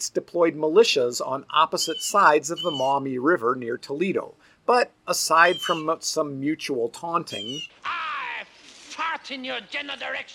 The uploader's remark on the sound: this episode was recorded outside so enjoy the background commentary of my local bluejays!